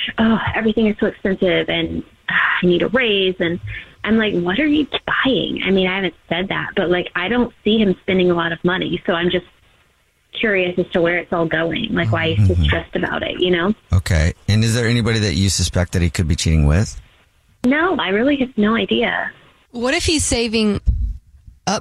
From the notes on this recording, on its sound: there is a woman on the phone